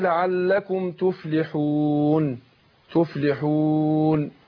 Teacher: النون طالما ساكنة أنا ما أديلهاش حركة زيادة عشان ما تبقاش مشددة المشددة هي اللي تاخد الغنة لكن أقول إيه لعلكم تفلحون تفلحون